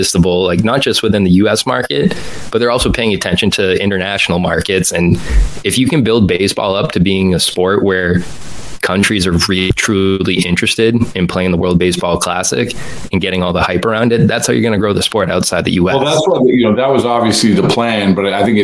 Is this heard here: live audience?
no